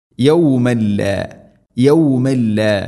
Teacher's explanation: തൻവീന് ശേഷം ലാം ഇദ്ഗാം ബിലാ ഗുന, മണിക്കാതെ കൂട്ടിലയിപ്പിക്കണം.